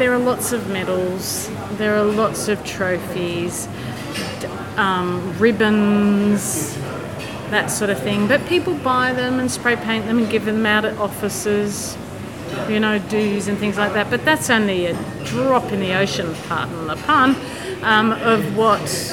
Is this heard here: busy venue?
yes